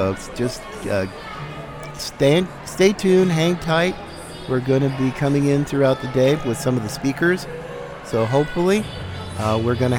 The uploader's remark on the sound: Live from CPAC 2022. Live speeches from the conference in Orlando.